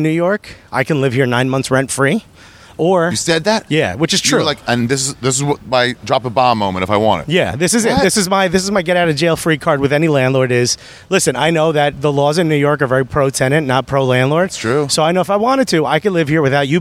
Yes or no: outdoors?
yes